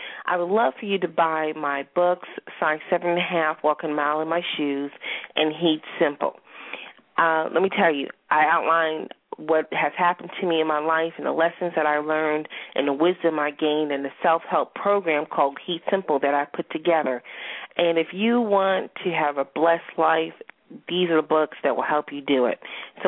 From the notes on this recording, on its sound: We also have a special guest star call in.